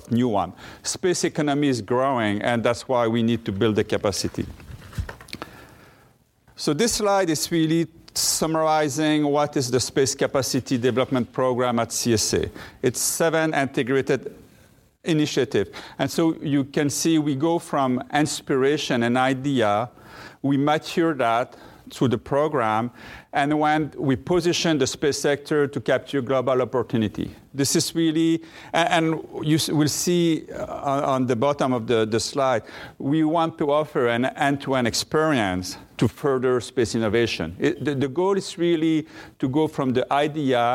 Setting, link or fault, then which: setting, busy venue